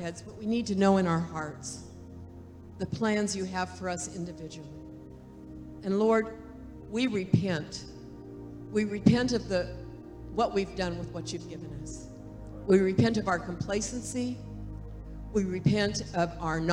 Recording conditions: large echoing room